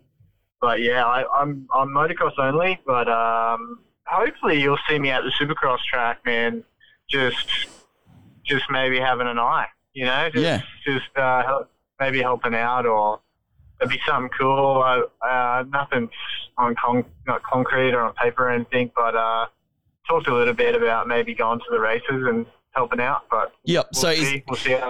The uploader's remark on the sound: jumps on the phone